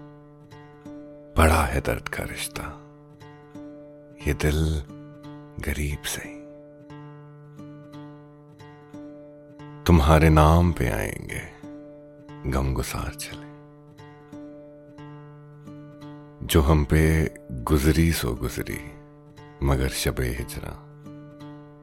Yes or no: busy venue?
no